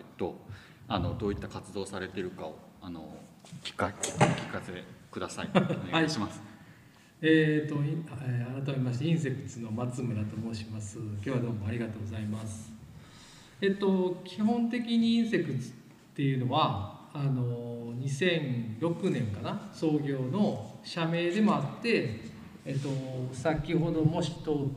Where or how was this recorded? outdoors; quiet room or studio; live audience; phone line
live audience